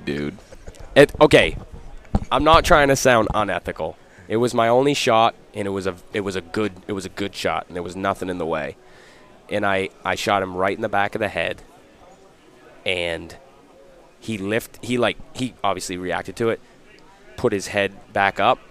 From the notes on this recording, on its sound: In this episode we go live from Hunt Stock! We were able to meet a ton of great people, see some old friends, and hear a ton of awesome stories in which some of them made it into this podcast.